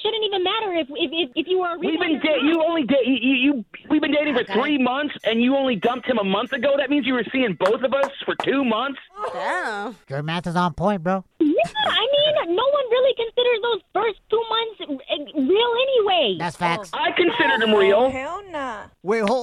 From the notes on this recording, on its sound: We opened up the phone lines and asked the listeners for dating advice.